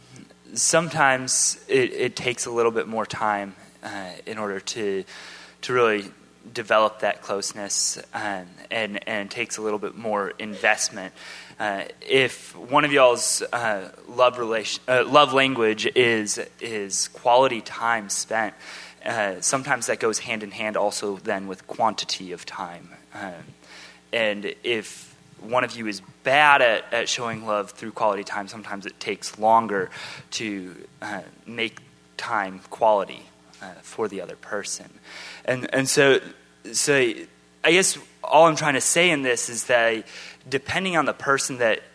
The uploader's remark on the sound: Panel Discussion and Q&A